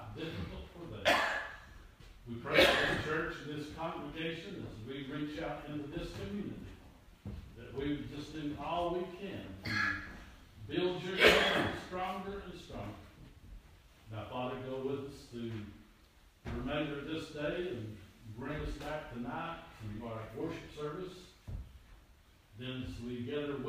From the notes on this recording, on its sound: This is an audio reording of the sunday service at Persia united methodist church at Rogersville, TN